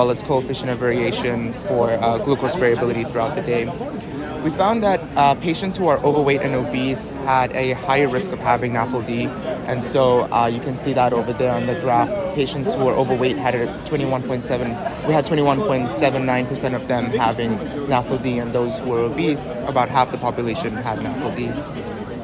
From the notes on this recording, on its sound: recorded during the ADA 2023 Conference